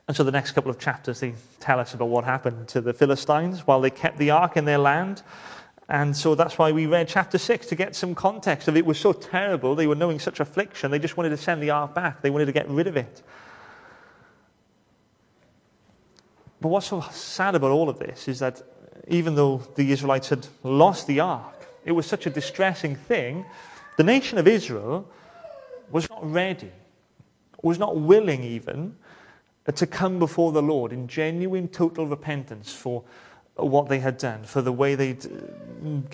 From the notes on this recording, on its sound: welcome to Bethel Evangelical Church in Gorseinon and thank you for checking out this weeks sermon recordings